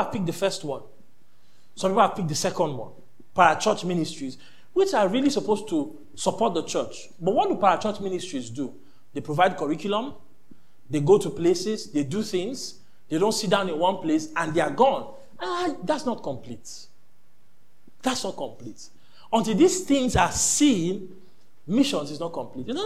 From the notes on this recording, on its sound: This is the first session from our 2023 Missions Conference.